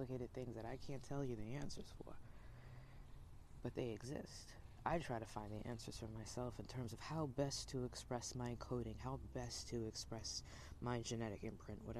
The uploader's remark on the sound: Sorry I was outside so the audio isn’t so great, best to listen with headphones.